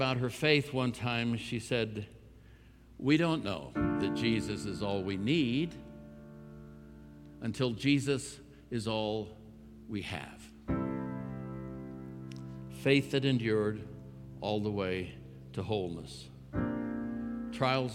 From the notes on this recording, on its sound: At Timberline Church - Audio. Live.